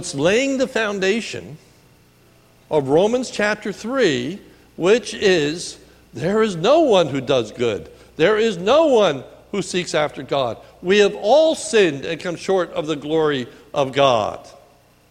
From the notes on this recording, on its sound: sermon recorded at the Lebanon Bible Fellowship Church in Lebanon, PA on 10/07/2018 during the morning service